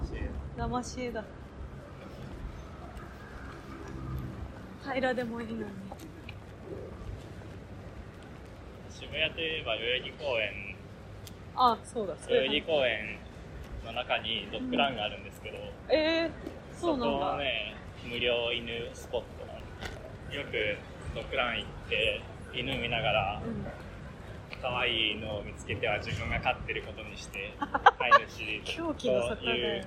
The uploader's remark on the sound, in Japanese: 散歩音声（蟹歩き）。